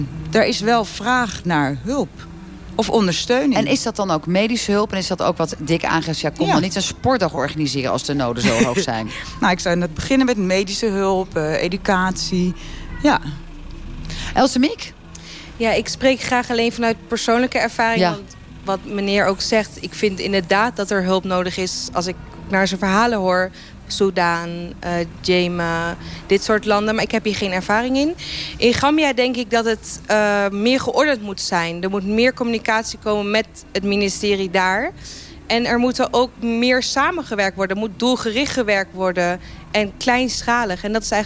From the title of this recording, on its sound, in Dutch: Vanuit het Afrikafestival in Hertme (7 juli 2019)